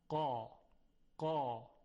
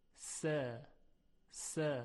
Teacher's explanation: حرف قاف تفخیم میشود، اما حرف سین ترقیق میشود